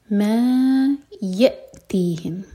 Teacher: یا حمزہ پر cut off sound لیکن قلقلہ نہ ہو